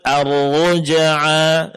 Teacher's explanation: di sini ra juga ditebalkan karena dia berbaris depan